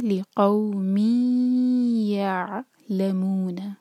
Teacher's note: یع عین پر جھٹکا نہ آئے اور حلق سے عین کو نکالیں گے